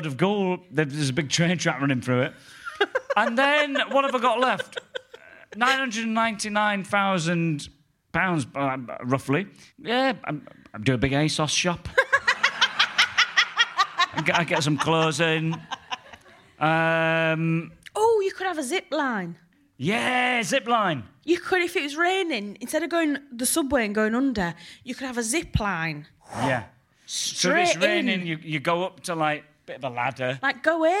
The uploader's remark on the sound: Live at the London Podcast Festival 2023. Live from the London Podcast Festival in Kings Place. Recorded by London Podcast Festival and edited by Aniya Das for Plosive.